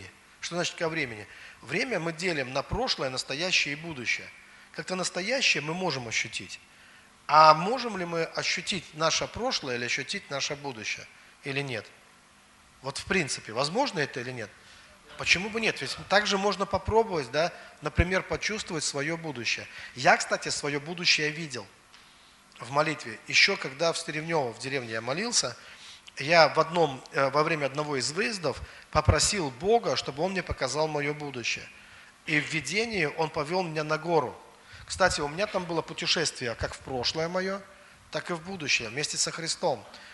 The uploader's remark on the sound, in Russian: Запись со служения церкви Дом Божий г. Великие Луки.